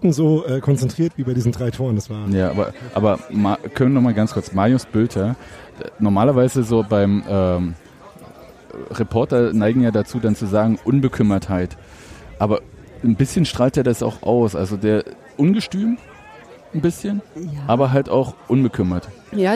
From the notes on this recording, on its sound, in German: unseren Podcast direkt beim Union-Drachenboot-Fun-Cup aufgenommen